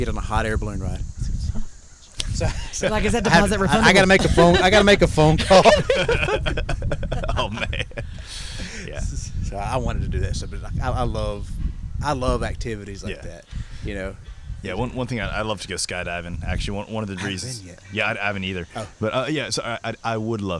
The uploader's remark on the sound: live from "The Bird's Nest"